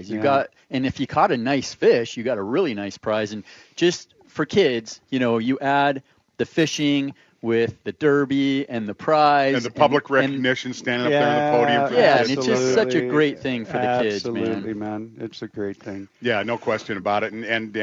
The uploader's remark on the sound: Live at the 2023 Everett Coho Derby. Bayside Marine for the 30th Annual Everett Coho Derby.